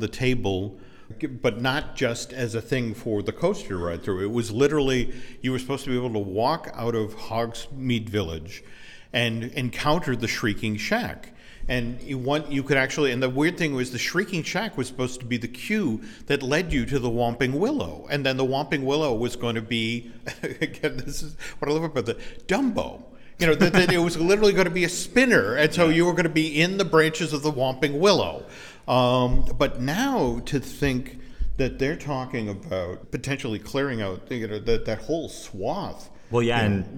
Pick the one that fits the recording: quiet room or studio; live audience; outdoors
live audience